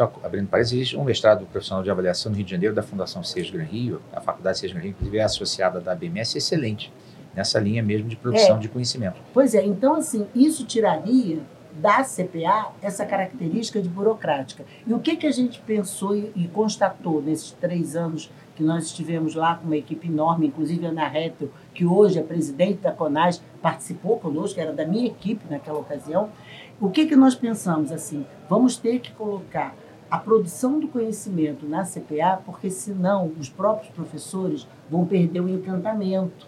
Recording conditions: busy venue